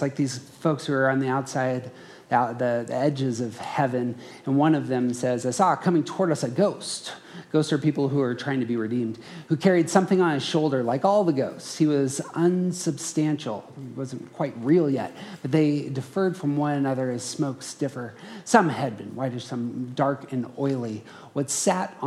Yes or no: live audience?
yes